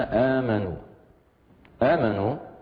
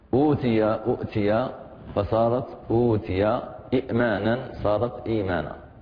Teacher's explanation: أبدلت الهمزة الثانية الساكنة حرف مد فصارت باسم يعني مد بدل آمنوا، أوتي أوتي فصارت أوتي، إيمانا صارت إيمانا، هذا اسم مد بدل.